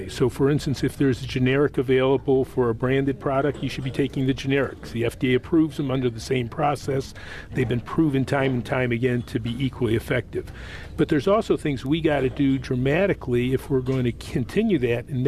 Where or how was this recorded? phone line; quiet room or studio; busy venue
busy venue